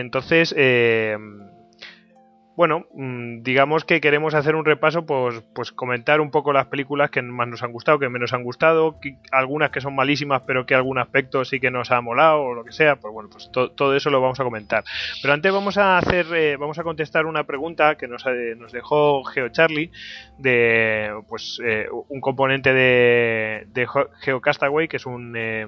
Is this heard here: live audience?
no